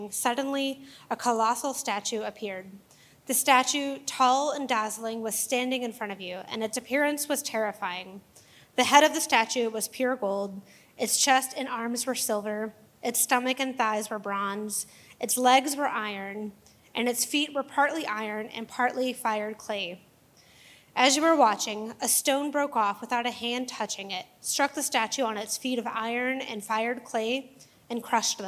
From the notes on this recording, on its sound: The following episode is a live recorded sermon from the Sunday gathering at The Heights Church Denver.